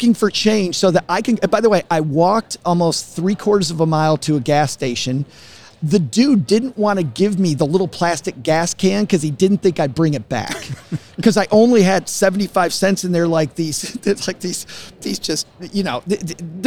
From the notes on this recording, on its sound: Recorded live at FinCon 2021, Austin, Texas.